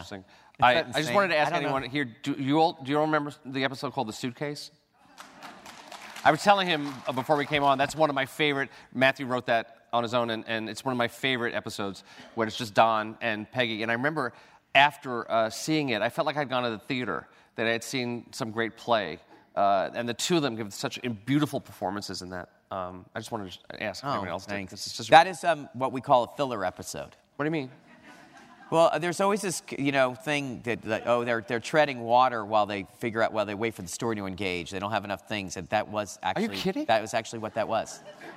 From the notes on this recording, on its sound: Recorded on April 28, 2015 at New York's 92nd Street Y. Recorded on April 28, 2015 at New York's 92nd Street Y.